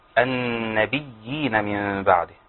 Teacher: كلمه النبيين فيها ياء مشدده وياء مديه، مد طبيعي · Term: مد تمكين